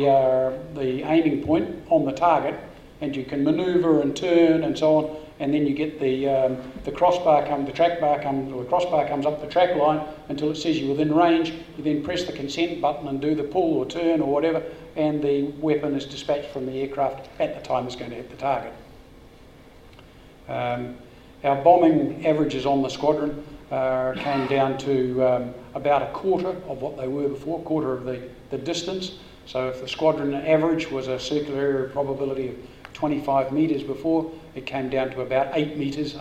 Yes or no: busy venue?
yes